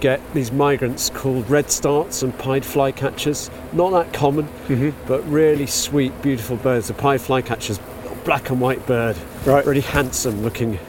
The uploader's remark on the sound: taking in the natural sounds and sights of this large, diverse forest in the South West of the UK